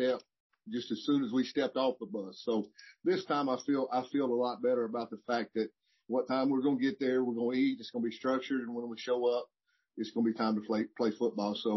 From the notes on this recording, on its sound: Spoke to media during a Zoom news conference.